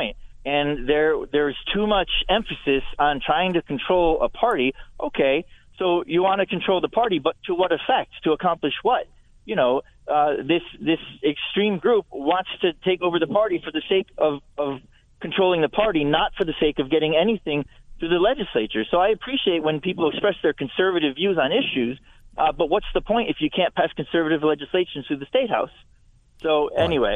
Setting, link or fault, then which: link, phone line